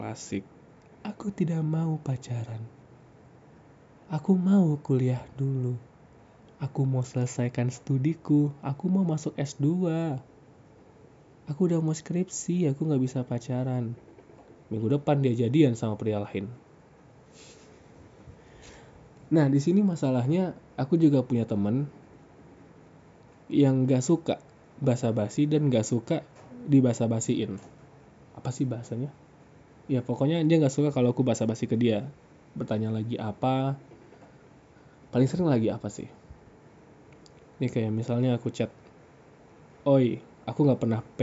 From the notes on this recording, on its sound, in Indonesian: Maaf suara hujannya gede yah.